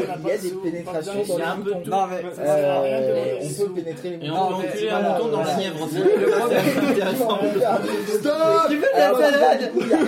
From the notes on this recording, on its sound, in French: Episode enregistré le 30 Août dernier lors du live du 27/24 de podradio. Episode enregistré le 30 Août dernier lors du live du 27/24 de podradio.fr .